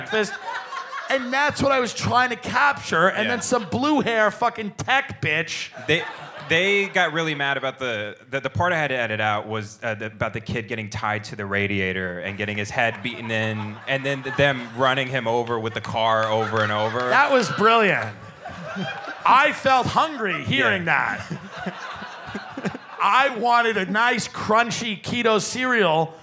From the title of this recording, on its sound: Live From Cleveland